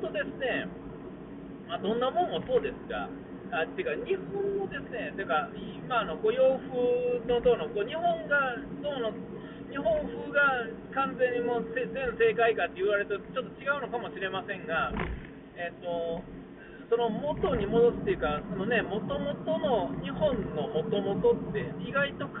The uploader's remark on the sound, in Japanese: 音が悪いんですが、Bluetoothのスピーカーのマイクがよろしくない感じです。お聞き苦しいでしょうが、録り直しで喋れないので、このままのリリースという事で許して下さい。